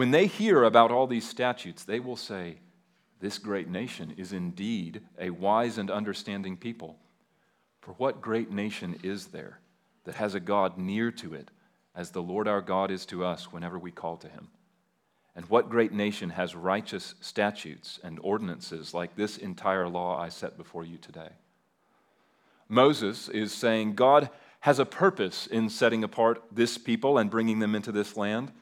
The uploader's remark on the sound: At Liberty Baptist Church in Liberty, Missouri.